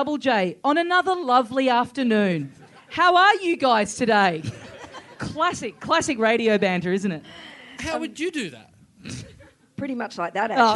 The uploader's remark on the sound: No Lights, No Sound. Recorded LIVE (barely) at the Sydney Comedy Festival.